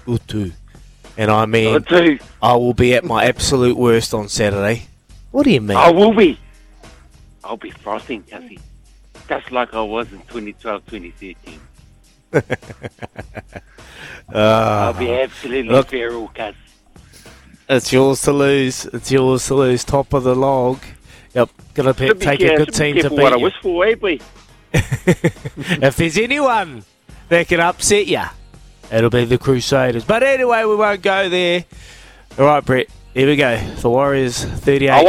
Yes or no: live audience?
no